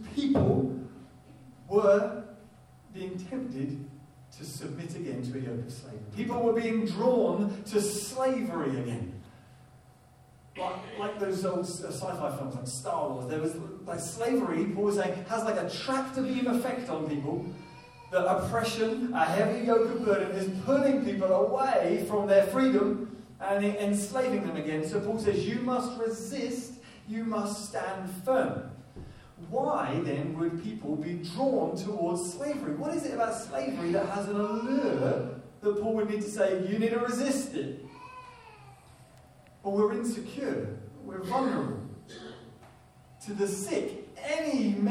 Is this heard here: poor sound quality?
yes